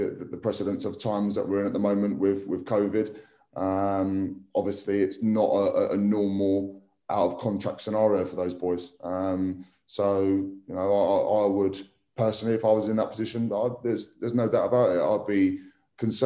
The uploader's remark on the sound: virtual press conference